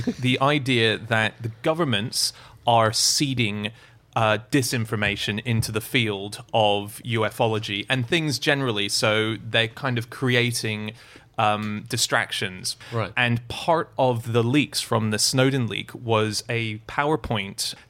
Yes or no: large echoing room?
no